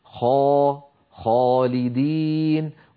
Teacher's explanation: الخاء مفخمة وبالتالي كانت الألف التي بعدها مفخمة، خاء خالدين، ولا نقول خالدين.